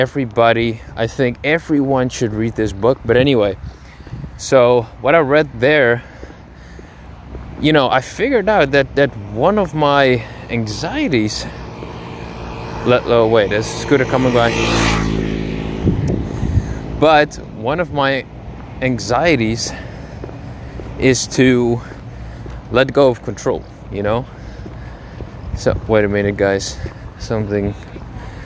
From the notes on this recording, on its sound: Dropping some thougts while walking.